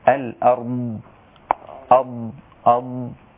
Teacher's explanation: ومع الأضراس العليا. حافتين اللسان بيخبطوا في الأضراس العليا يأتي الضاد. فليس عمل للشفتين لطرف اللسان ولا للشفتين في الضاد.